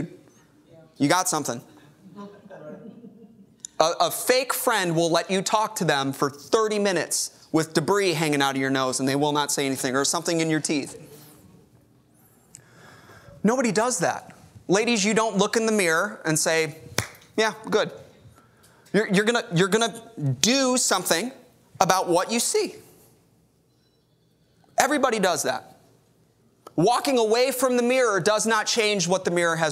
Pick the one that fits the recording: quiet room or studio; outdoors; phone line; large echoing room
large echoing room